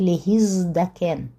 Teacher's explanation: Например, если корень начинается с буквы зайн, их не очень много таких корней, но они есть, зайн не только выталкивает тав из приставки и становится на ее место. Но он еще и превращает тав в звонкую пару, в д. Мы же помним, что д, т – это пара звонкая и глухой согласной.